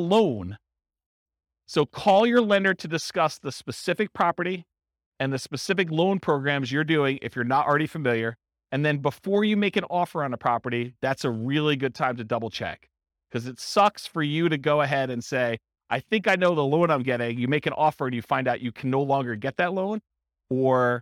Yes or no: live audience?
yes